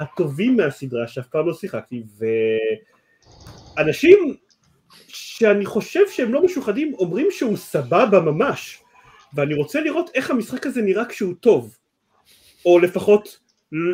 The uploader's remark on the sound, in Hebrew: כרגיל עבור סיכומי שנה, הפרק הזה הוקלט בהנגאאוט חי, ששודר דרך יוטיוב ו פייסבוק . בגלל זה איכות הסאונד המחורבנת, ואנחנו מצטערים על זה.